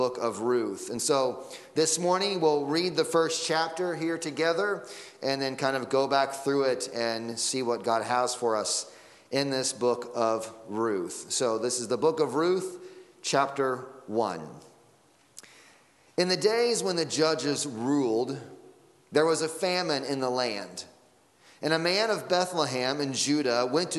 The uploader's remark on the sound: Sunday Morning Sermon Audio